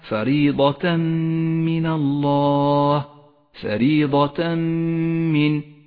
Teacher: ولذلك هو رمادي اللون في مصحف التجويد إشارة إلى عدم نطقه، نشدد حرف الميم الذي بعده ونقف عليه بغنة زمنها حركتان، ولذلك لونت الميم باللون الأخضر إشارة إلى موقع الغنة، · حكم الإدغام بغنة، عند قوله تعالى فريضة من الله، فريضة من، التنوين وبعده حرف الميم، نسقط التنوين من اللفظ، ولذلك هو رمادي اللون في مصحف التجويد إشارة إلى عدم